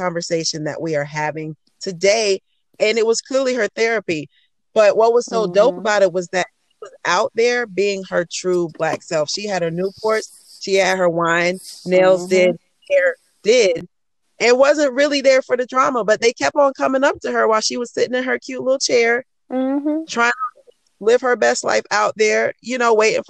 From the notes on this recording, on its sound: recording in her dad’s car